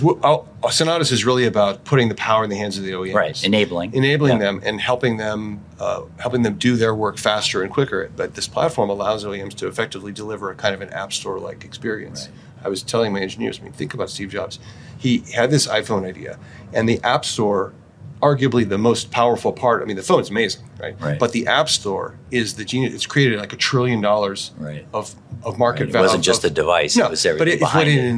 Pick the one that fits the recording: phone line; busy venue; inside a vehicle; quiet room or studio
busy venue